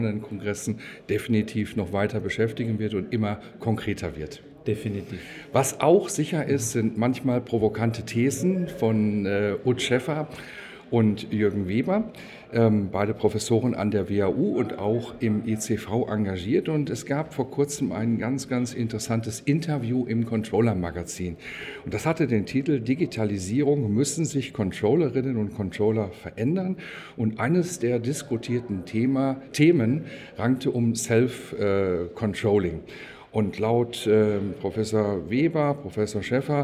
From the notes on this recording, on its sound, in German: Der Performance Manager Podcast war live vor Ort und hat auf dem größten Controller-Fachtreffen Europas mit den Who‘s Who im Controlling geredet